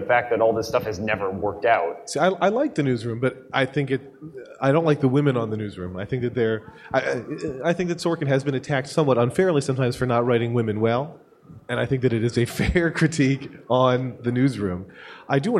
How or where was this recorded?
live audience